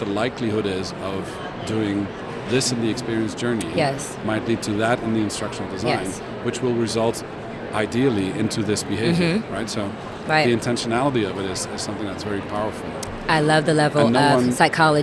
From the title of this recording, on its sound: Live from #IMEXAmerica